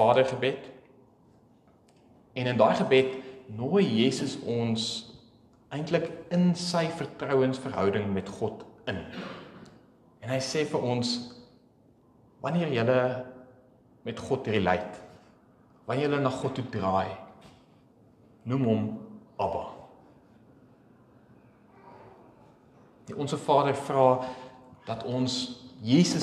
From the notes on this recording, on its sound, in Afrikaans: Opname van die preek by Pinelands Gemeente op 26 November